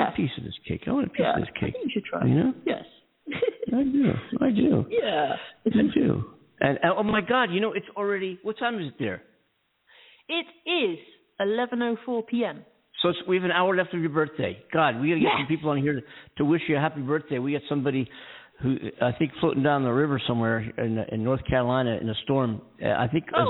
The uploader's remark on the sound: Live From Hollywood and the US. Featuring caller guests.